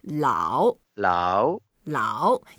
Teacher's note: Is the third tone. So you go down first and then up. And you can make it a bit longer to emphasize it.